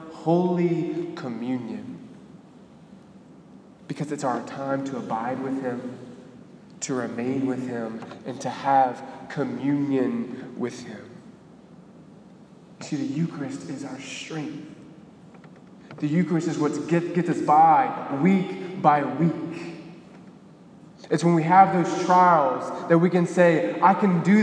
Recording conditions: large echoing room